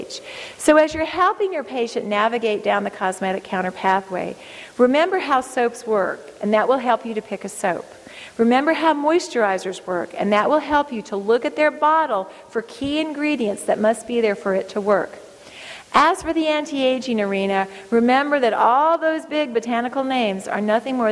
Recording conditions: live audience